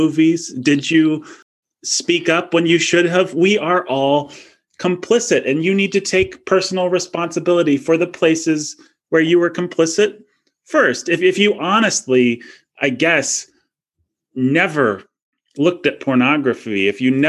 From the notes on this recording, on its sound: Recorded on Zoom (where we currently still have a platform).